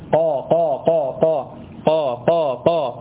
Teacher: القاف مش مهموسة، قاف من جوه شوية